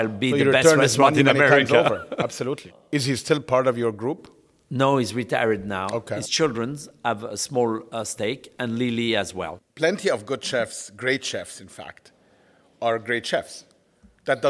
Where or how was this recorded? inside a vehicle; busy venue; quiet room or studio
busy venue